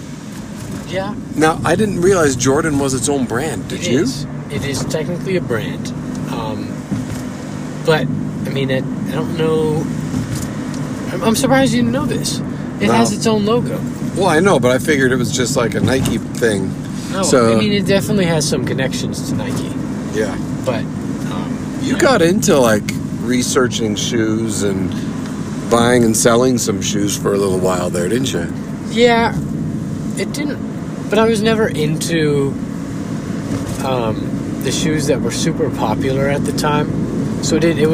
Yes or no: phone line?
no